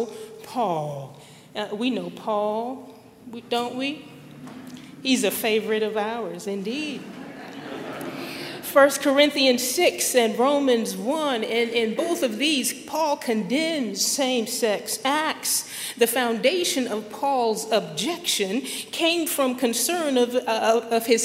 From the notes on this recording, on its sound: at Highland Baptist Church, Louisville, Kentucky